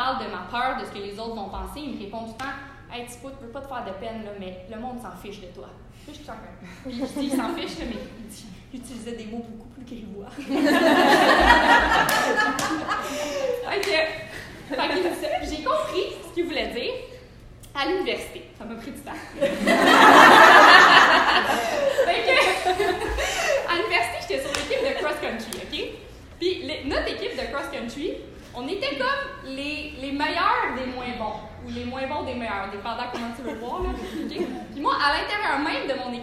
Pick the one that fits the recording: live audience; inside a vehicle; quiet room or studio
live audience